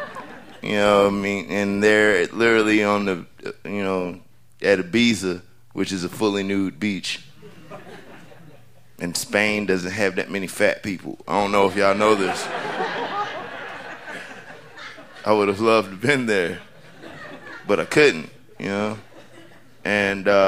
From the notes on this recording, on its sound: recorded live on 20 May 2015 at Buntport Theater in Denver, Colorado